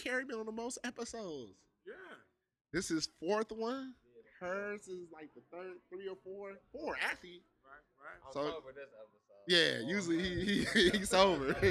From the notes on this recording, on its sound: The crew is live from Da Shop. Sorry for the sound.